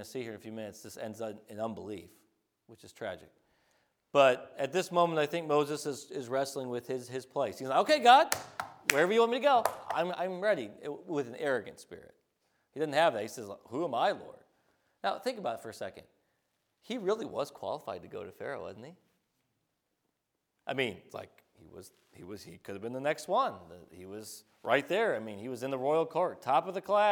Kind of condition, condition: setting, large echoing room